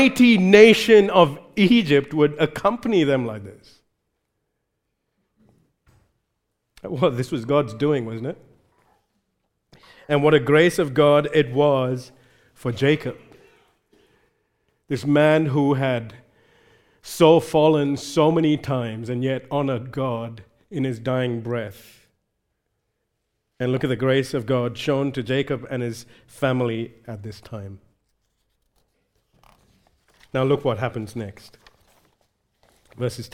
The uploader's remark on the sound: recorded live at Grace Community Bible Church